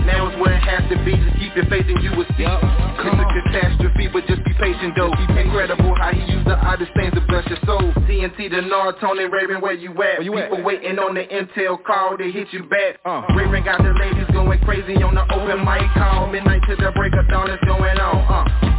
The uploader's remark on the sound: Conference Call